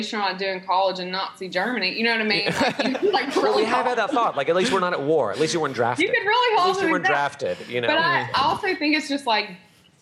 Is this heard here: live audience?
yes